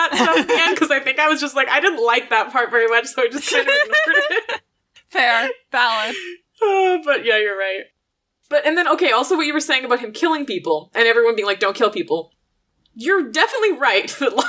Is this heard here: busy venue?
no